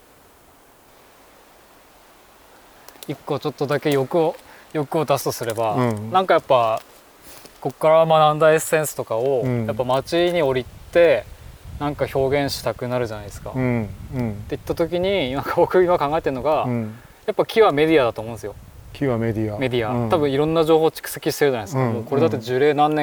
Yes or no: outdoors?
yes